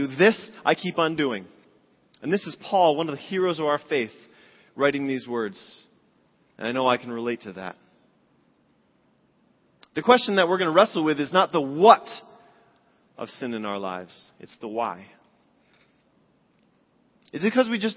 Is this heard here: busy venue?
no